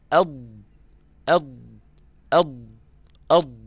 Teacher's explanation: فحافة اللسان متكئة اتكاء شبه كامل على منطقة الأضراس الداخلية · طرف لسانك من الأمام ملامس ثناياك العليا · Term: حرف الضاد